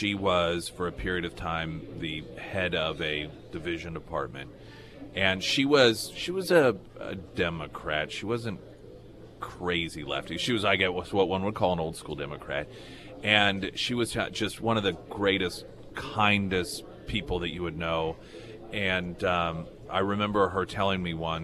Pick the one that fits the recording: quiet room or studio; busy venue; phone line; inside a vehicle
busy venue